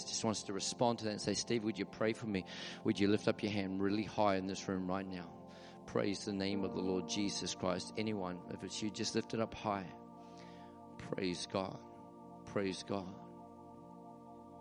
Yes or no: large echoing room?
yes